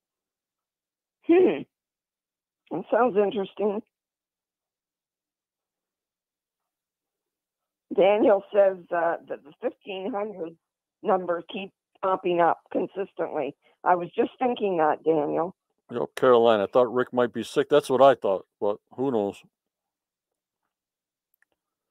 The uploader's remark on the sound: ON THE PHONE